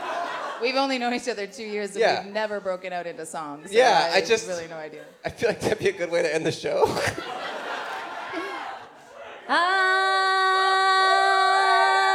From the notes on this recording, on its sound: Toronto LIVE. In Toronto, Canada.